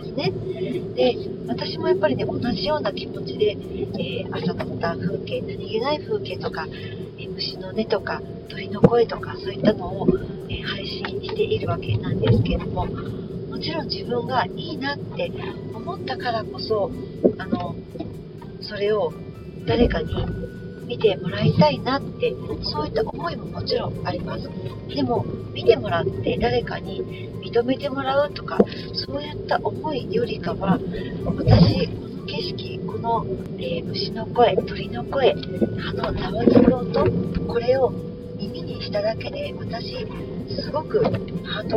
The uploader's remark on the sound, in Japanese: 聞きづらい音声になっています